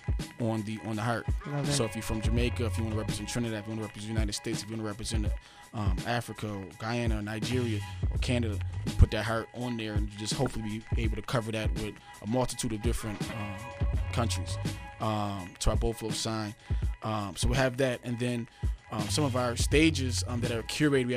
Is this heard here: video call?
no